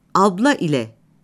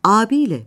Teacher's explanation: İle sözcüğünü ünlüyle biten sözcüklere ek olarak getireceksek, i sesi y ünsüzüne dönüşür ve sondaki e sesi büyük ünlü uyumuna uyar. · Shown in: second take